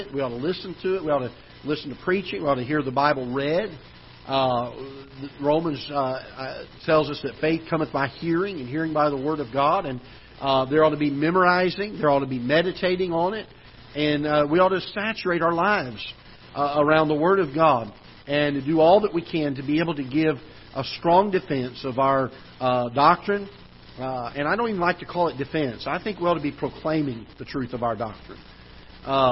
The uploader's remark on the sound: Ketha Heights Baptist Church ~ Live Broadcast